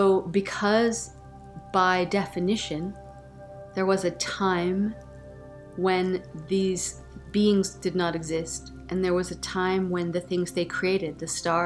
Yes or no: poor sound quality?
no